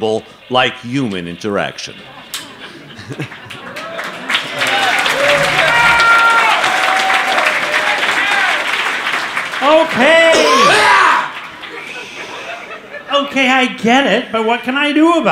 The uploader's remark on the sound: Recorded at the Forum at Town Hall Seattle on Dec 30, 2019.